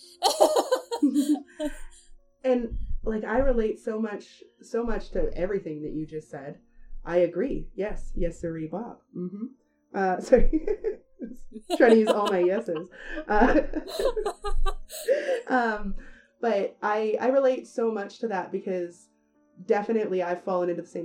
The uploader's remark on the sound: This episode was edited with no experience, and may be reflected in the audio quality.